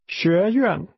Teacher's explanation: The tone first rises, then falls.